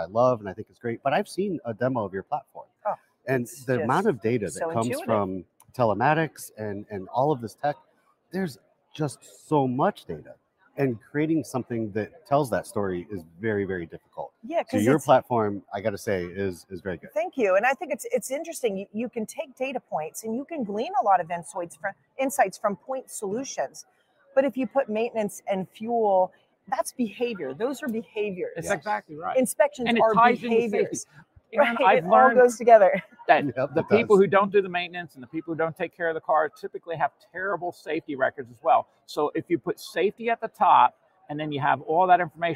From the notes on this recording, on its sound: we are live from the showroom floor at NAFA 2023 in Baltimore